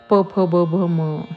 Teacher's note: हे ओठाला ओठ लावून त्याचा उच्चार केला जातो म्हणून ते ओष्ठ्य आहेत